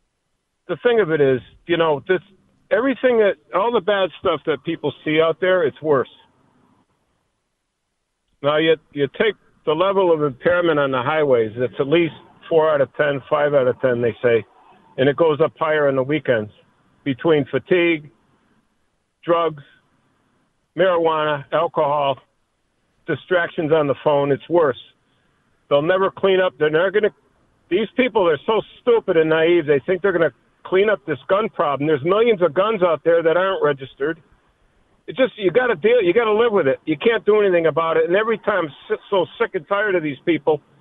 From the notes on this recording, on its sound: We have a Rant Hour and take calls